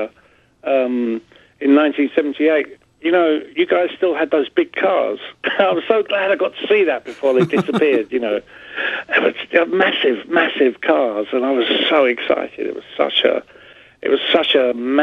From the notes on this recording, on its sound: called in for a chat